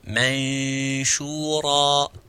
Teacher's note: As you wanted to say the sheen, but you don't say it yet until you precede it with ghunna, then after you will mention the sheen